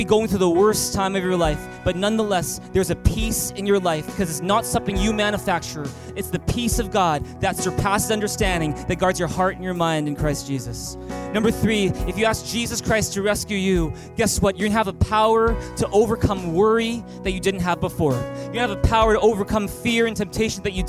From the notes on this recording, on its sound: Christmas at Thrive. Recorded on December 23, 2018 at THRIVE Church Vancouver, Canada.